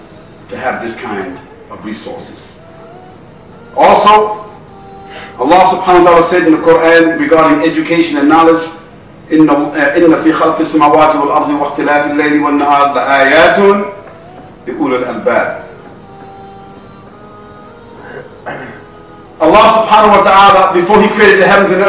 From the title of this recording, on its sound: Lecture At Scheldemond College